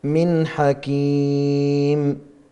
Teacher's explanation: إظهار حلقي، نون ساكنة جاء بعدها حاء